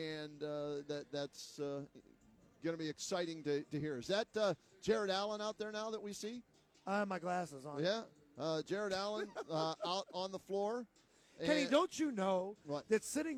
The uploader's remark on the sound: As we continue to broadcast live from Rocket Mortgage Fieldhouse.